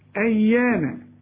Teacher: الياء هنا مشددة لكن لا تغن